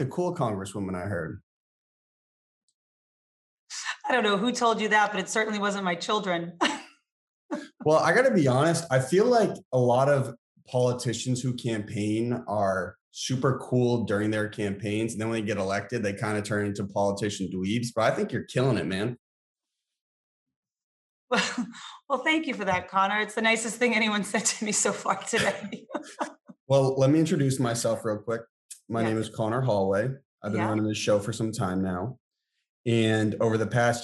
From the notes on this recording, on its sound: over Zoom for a 25-minute discussion